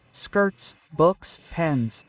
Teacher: It's easier to do it at the beginning of the word, but not so easy to do it at the end, since the tongue is almost touching the upper teeth, almost touching the roof. Oh, but not touching. The airflow comes out without interrupting it.